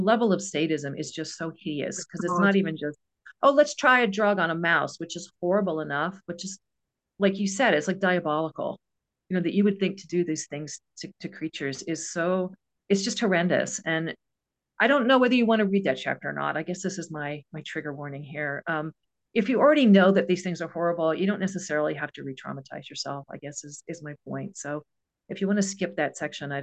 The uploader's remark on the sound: A live webinar on Sunday 15th October 2023 10am UK time.